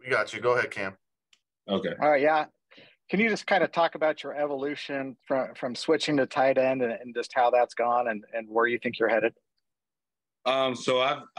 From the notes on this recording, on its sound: called in for an introductory press conference